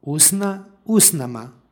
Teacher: U drugom primjeru, usnama, imamo gomilanje suglasnika, odnosno suglasničke grupe STN, koja se uprošćava i izgovor na T ovdje se izostavlja prema ekvivalentu koji imamo u srpskom.